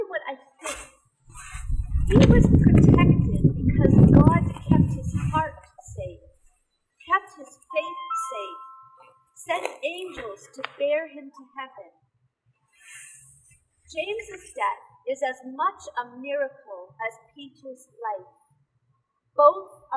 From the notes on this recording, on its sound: delivered on the streets of Remington